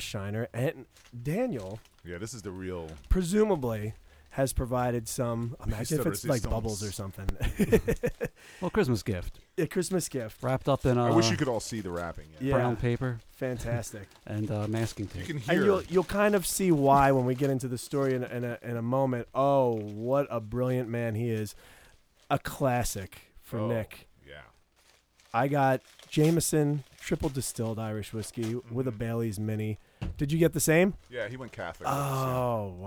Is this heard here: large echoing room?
no